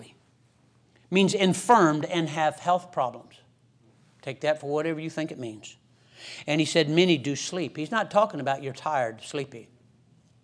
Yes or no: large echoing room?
yes